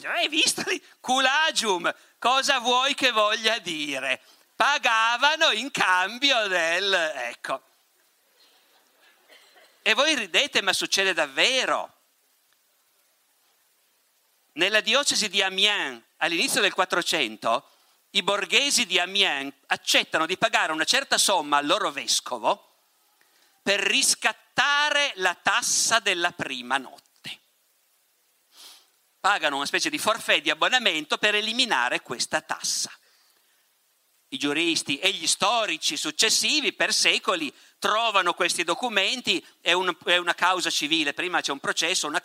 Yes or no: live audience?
yes